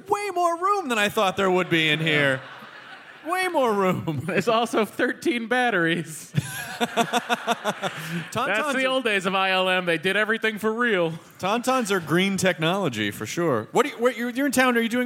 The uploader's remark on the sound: It's the Nerdist live from the Twin Cities!